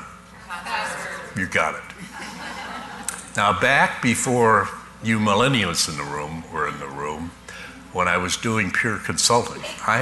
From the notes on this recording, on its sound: Live Broadcast at the The IPBC IGNITE Conference.